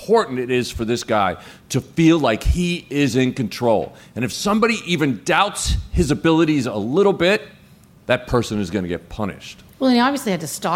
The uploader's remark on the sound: Live From CrimeCon